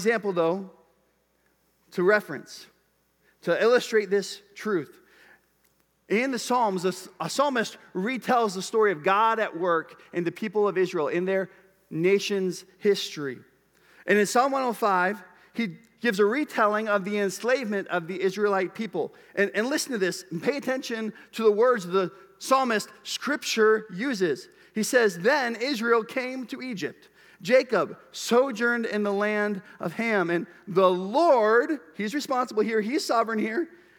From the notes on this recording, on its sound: Preached at Bethel Church, Cedar Lake Campus.